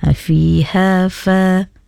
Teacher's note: fiha, adik Dia membaca terlebih sedikit panjangnya. Sepatutnya dibaca dua harokat je. Fiha fa. Okey, dua harokat je, jangan lebih.